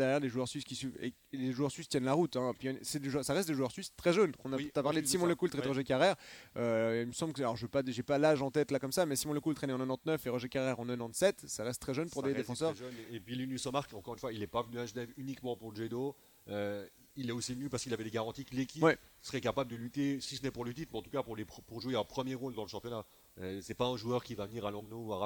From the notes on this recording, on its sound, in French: Nous enregistrons en direct de Lugano où nous nous apprêtons à assister au match du Genève Servette Hockey Club face à HC Lugano.